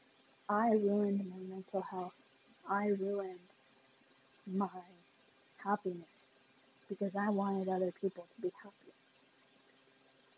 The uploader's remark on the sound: Please excuse the bad audio not sure why it’s like that